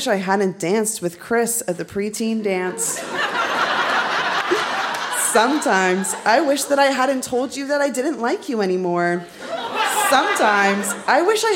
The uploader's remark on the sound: Recorded live at the Royal Cinema in Toronto.